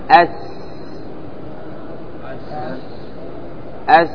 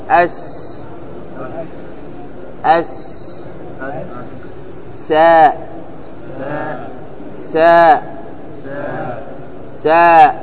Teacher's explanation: لاحظ لما تقول أس يخرج معه هواء · Term: مهموس